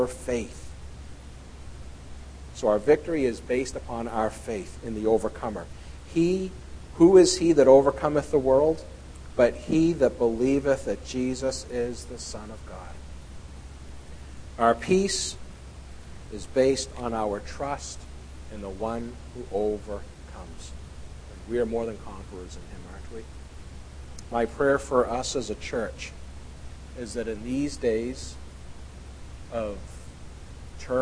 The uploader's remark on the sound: at The People’s Church of Somerville, NB